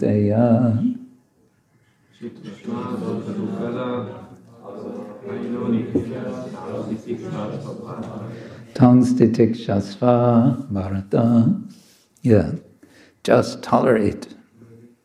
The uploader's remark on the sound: Friday evening lecture from ISKCON Zagreb